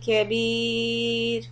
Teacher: the را is going to be soft because there's a ياء and preceded by a كسرة